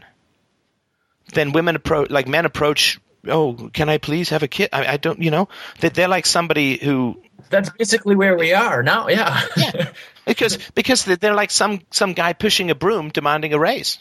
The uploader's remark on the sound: Wednesday Call In Show